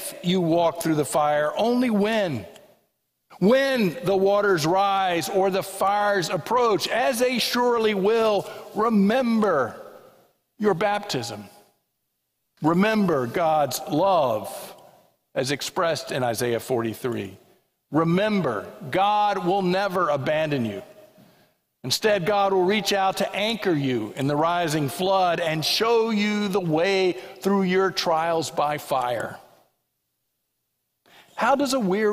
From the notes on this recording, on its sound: This sermon was preached at the 11:00am Worship Service at First Presbyterian Church of Allentown.